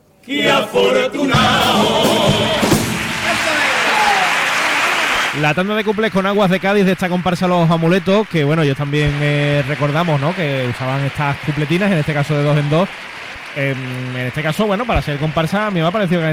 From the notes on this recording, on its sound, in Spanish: En directo desde el Gran Teatro Falla de Cádiz. Onda Cero Cádiz.